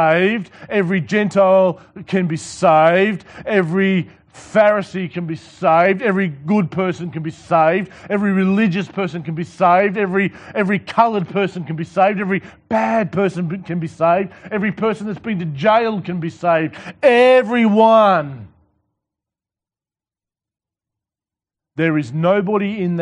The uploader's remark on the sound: This sermon was preached to the Rock Christian Church